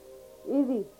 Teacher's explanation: it's a sound between a regular English R and a Z, but closer to an R